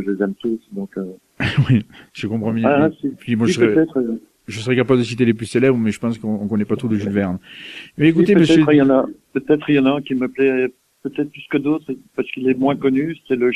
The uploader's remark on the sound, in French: reçoit par téléphone